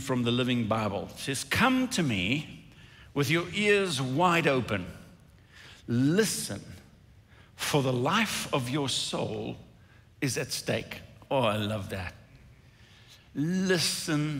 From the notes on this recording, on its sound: recorded at Northlands Church on March 14, 2021